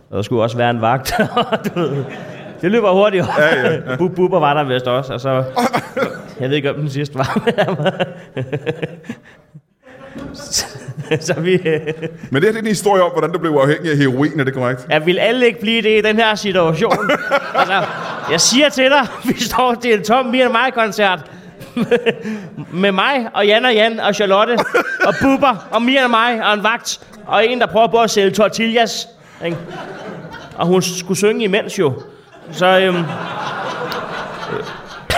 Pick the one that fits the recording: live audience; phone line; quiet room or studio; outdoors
live audience